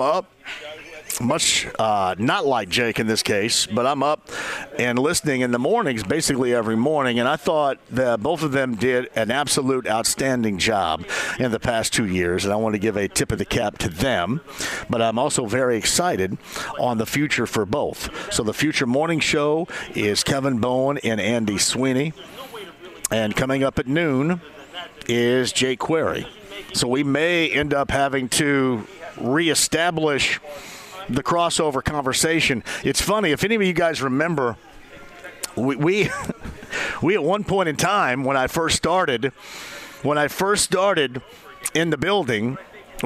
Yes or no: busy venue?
yes